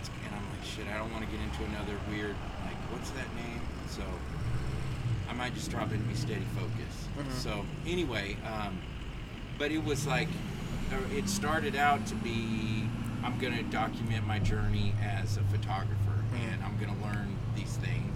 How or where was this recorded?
outdoors